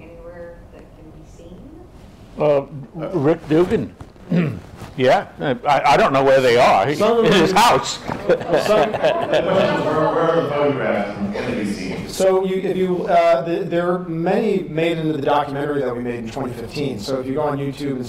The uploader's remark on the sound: Recording live from the Inwood Film Festival in Inwood in NYC. We recorded the podcast on location in front of a live audience. To close out the 6th annual Inwood Film Festival. While the audio recoring picks up a bit of the live room noise.